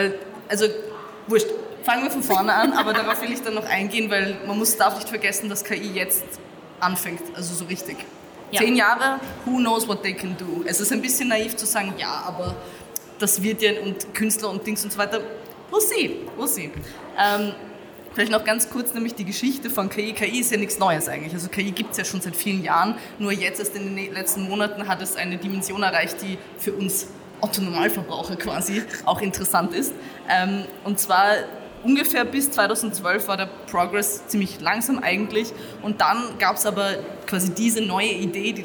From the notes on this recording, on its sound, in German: Live auf der Comix